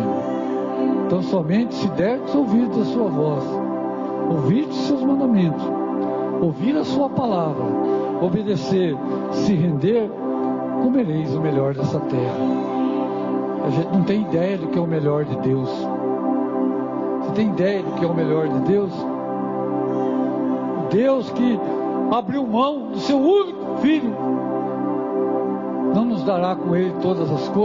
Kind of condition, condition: setting, large echoing room